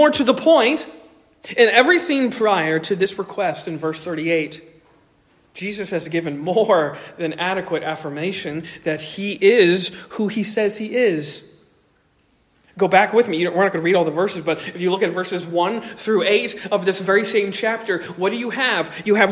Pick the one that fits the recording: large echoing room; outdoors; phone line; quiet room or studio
large echoing room